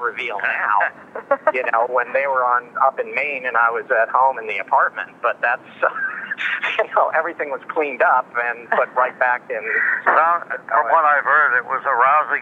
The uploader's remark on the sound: By phone. Cassette recorder.